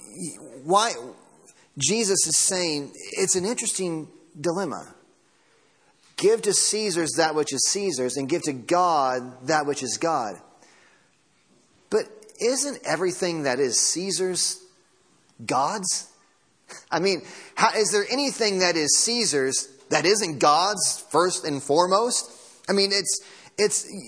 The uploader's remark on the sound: Sunday Morning Sermon Audio